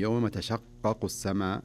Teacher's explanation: يعني عندها قافين، قاف الأولى مشددة والثانية خفيفة، فتكون الشدة في الأولى أعلى أو زمنها أكثر من الثانية